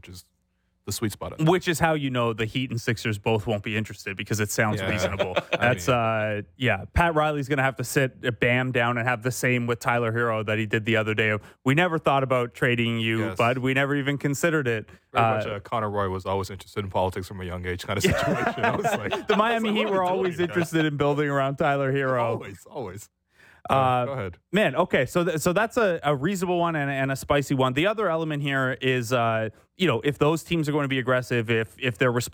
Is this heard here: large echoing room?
no